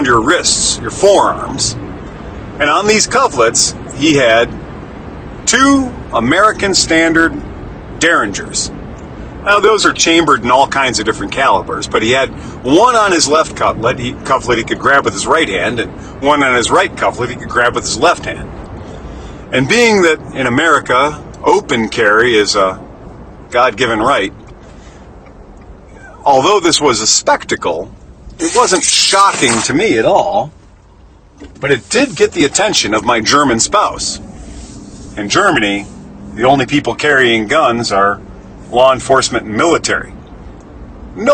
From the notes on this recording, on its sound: Recorded in the Truck while doing deliveries.